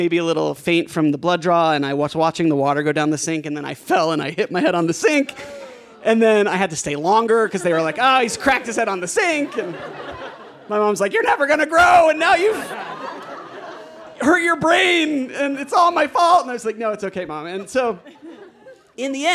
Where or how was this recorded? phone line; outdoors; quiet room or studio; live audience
live audience